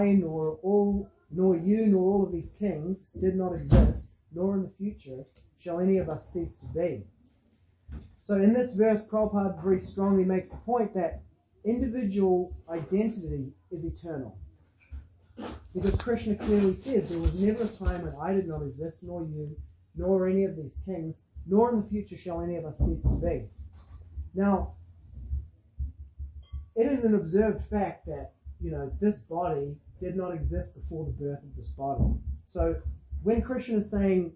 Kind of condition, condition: setting, large echoing room